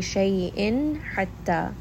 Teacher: Ha is going to be from the middle of the throat, and then this is going to be a four count med.